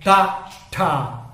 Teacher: C'è questa T aspirata